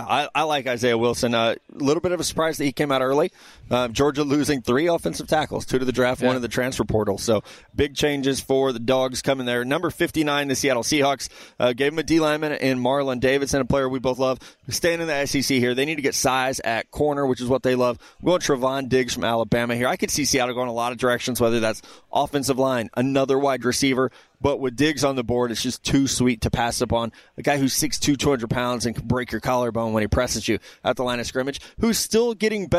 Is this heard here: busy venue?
yes